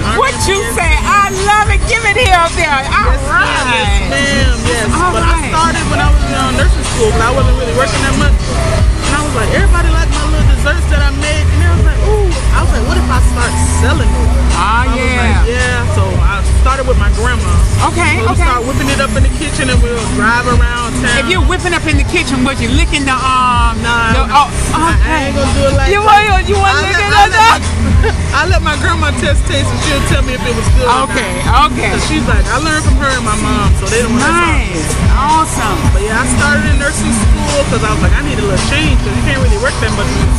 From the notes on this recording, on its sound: Coming at you from the annual Swamp Homecoming Festival 2022.